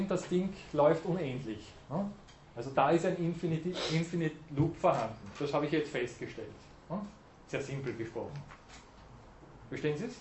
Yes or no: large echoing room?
yes